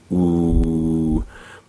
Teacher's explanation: So a fully rounded lip shape, which I'm going to make an oo through, ooh, is both sets of muscles contracting to get a tiny little hole pushed out.